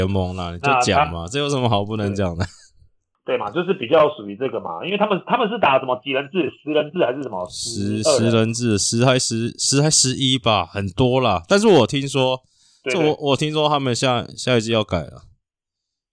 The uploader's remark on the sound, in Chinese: 遠距錄音網路出了狀況 本集音質大家多多包涵